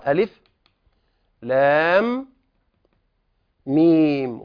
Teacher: ولاحظوا أن بين لام وأول ميم بينهما إدغام